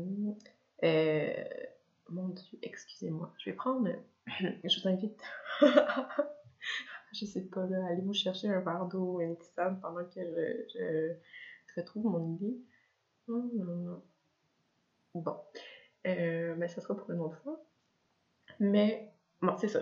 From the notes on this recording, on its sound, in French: M'enregistrer parler, sans possibilité d'arrêter et de recommencer, et publier la chose telle quelle. Le son est mauvais (j'ai oublié d'activer mon micro, oups).